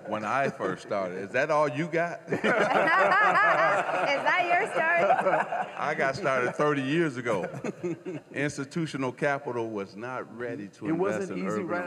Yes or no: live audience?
yes